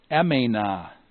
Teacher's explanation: You see that the sigma is dropped. The medial vowel is lengthened to a diphthong.